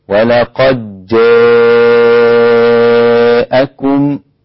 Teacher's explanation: كلمة جاءكم أمالها ابن ذكوان وحمزة وخلف · Term: الإمالة